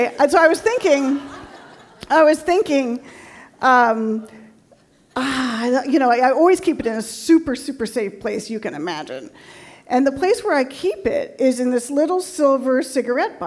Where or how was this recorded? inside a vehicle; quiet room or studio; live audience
live audience